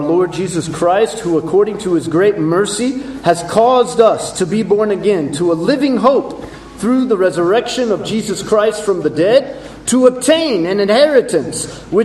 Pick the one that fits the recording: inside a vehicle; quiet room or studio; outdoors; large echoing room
large echoing room